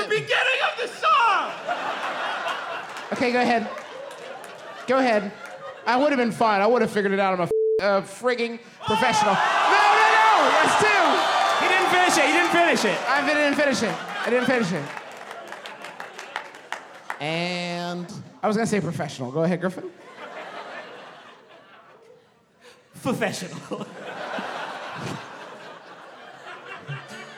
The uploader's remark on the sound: Here’s our live episode from our beautiful hometown of Huntington, WV.